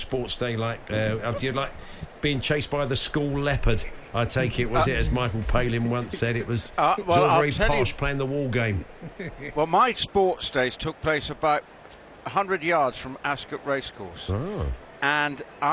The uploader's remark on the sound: Join the guys live from Ascot with tales from off the track.